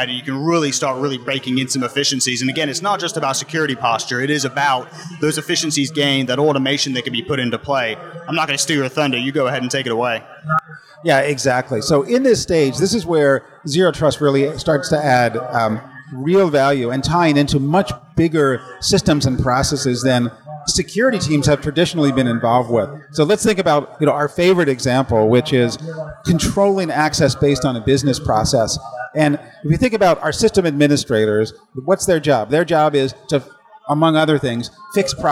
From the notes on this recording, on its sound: Recorded from the floor of RSA® Conference 2022